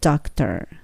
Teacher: ドクターじゃなくてだだに近いですね。どじゃなくてあに近いので